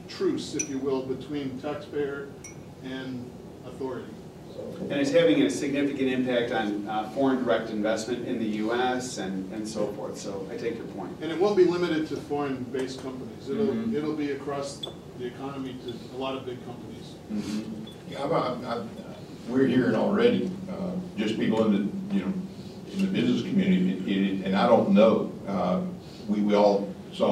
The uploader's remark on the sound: WWASHINGTON, DC. The Ripon Society hosted a breakfast discussion.